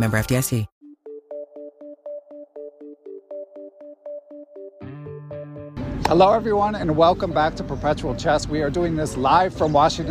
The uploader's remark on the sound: Recorded in Washington Square in New York City. We recorded on location from the “chess tables” at Washington Square Park.